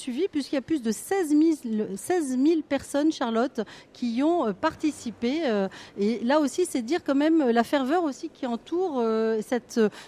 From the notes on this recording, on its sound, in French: La traditionnelle et touristique Fête des Lumières, RCF Lyon se mobilisait vendredi 8 décembre pour une émission spéciale en direct de 19h10 à 20h , présentée en studio mais largement en immersion dans les rues lyonnaises grâce à notre rédaction sur le terrain. (ré)écoutez nos journalistes vous raconter l'ambiance en duplex de Terreaux, du parc Blandan, de la place Bellecour, du parc de la Tête. Nous accompagnait en plateau.